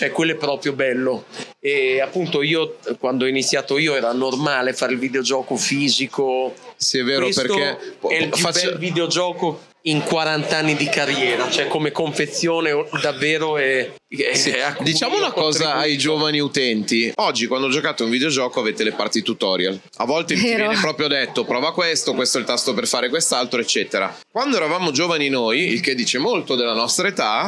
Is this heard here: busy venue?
yes